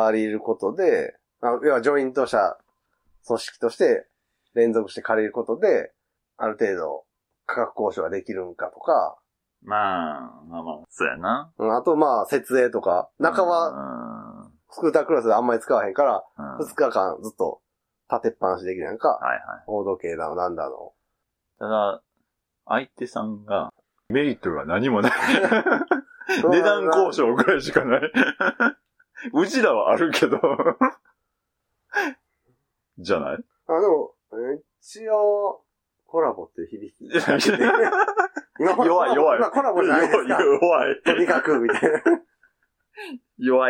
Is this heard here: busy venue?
no